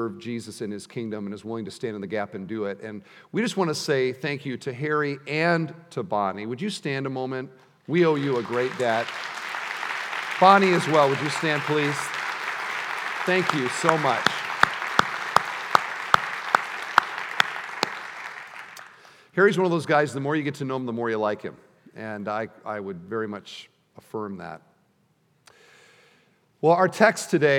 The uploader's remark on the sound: at the installation service